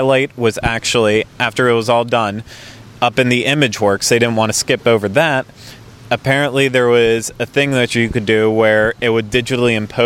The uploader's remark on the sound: Audio of the live daily recaps from the 3 days of the D23 Expo